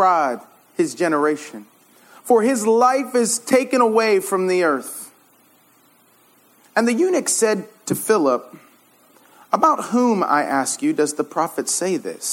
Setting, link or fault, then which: setting, live audience